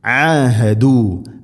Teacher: ഐൻ തൊണ്ടയുടെ മധ്യഭാഗം, ഹ തൊണ്ടയുടെ തൊട്ട് താഴെ, മഖ്റജുകൾ അടുത്താണ്